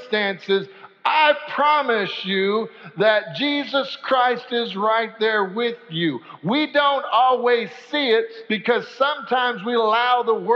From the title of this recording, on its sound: Sanctuary Service